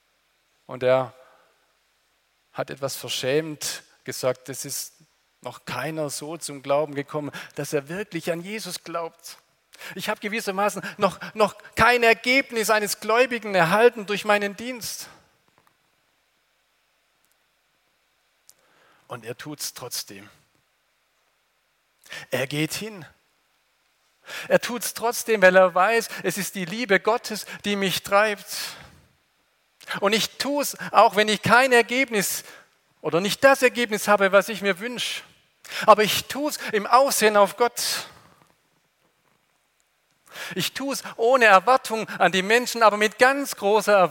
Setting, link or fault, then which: setting, large echoing room